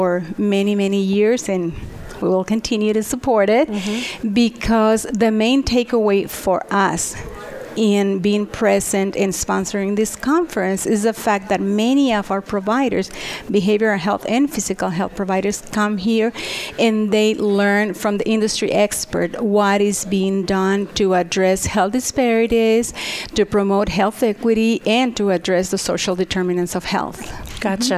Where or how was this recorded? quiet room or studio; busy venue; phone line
busy venue